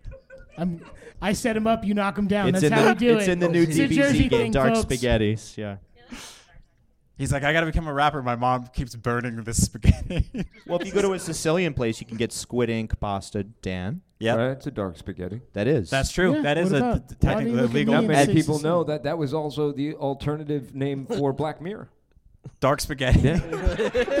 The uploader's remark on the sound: LIVE from SF Sketchfest